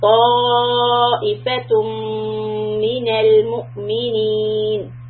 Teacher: hold the ta, make it heavy, raise the back of the tongue, and for four counts, stretch it.